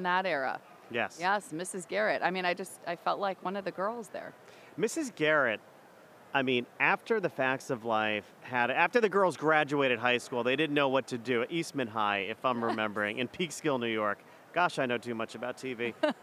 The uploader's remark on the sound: live from IIEX in Austin, TX